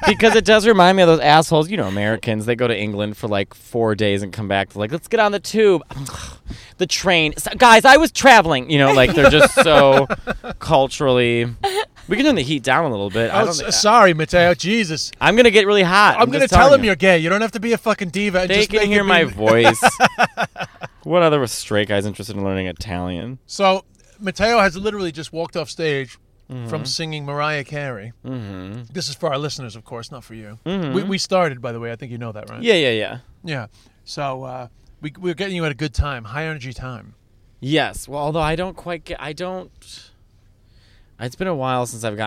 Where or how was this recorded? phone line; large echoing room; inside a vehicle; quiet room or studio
inside a vehicle